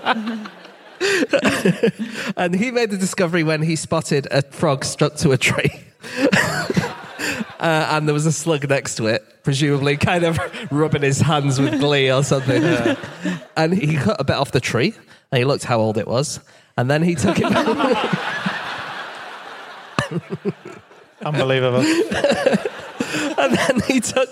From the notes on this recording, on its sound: Live from Newcastle